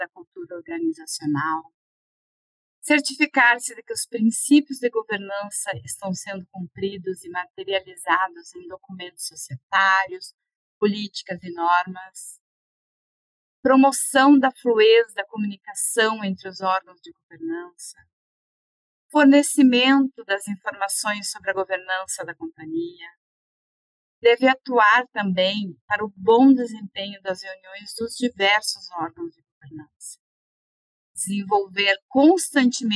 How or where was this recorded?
video call